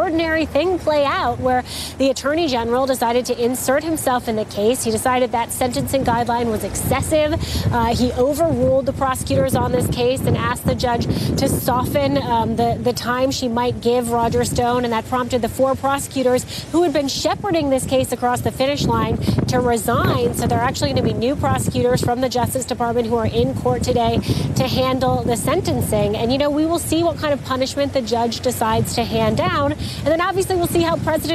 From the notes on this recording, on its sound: live from the New York Stock Exchange